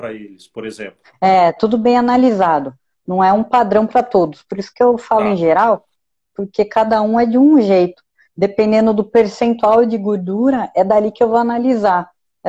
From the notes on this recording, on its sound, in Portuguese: Bate-papo descontraído retirado de uma live